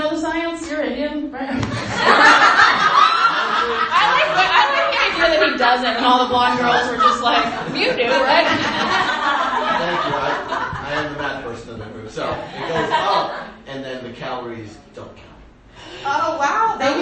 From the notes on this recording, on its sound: Just thought I’d share a fun little open mic recording I stumbled across on my phone.